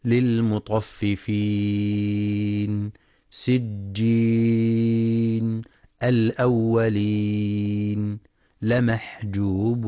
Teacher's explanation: المستمعون الكرام، في كل رؤوس الآيات من سورة المطففين ورد المد العارض للسكون بسبب الوقف عليه نهاية الآيات، نحو: للمطففين، سجين، الأولين، لمحجوبون. يمد بمقدار حركتين أو أربع أو ست جوازا لكل القراء